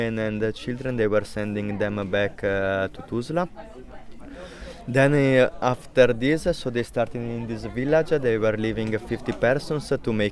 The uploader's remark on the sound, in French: a été enregistré lors de la Marche pour la Paix, en Juillet 2015, dans la montagne de Kamensko au dessus de Srebrenica, devant sa maison.